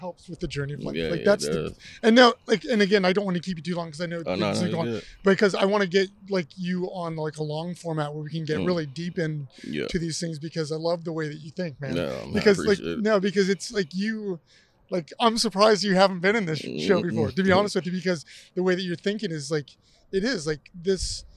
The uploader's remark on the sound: this episode is recorded out in phoenix during super week during their incredible smocks and jocks event!